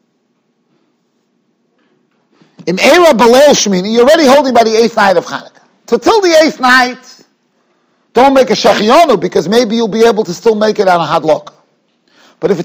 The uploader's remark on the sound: Shiur recorded in Yeshivas Ohr Reuven, Monsey, NY.